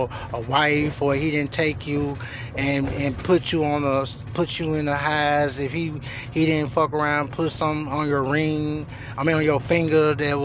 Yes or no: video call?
no